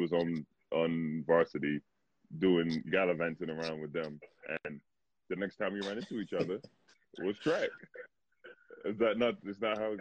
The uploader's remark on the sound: With the world locked down during the coronavirus pandemic.